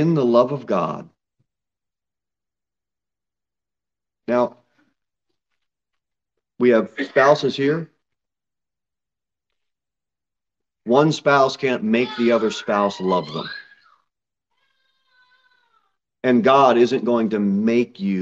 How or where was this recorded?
large echoing room